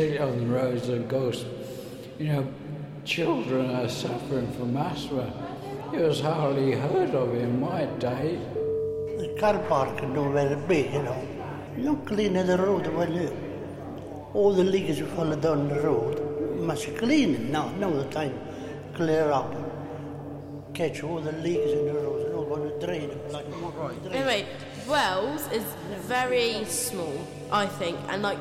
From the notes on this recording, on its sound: WellsCathedralSoundScape. Soundscape features audio captured both within the Cathedral and the city. The mix includes the voices of local young people, older people, Cathedral volunteers, choristers as well as various noises heard in and around the Cathedral.